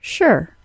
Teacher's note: a secondary American pronunciation of simply an SH sound followed by their symbol for schwa plus R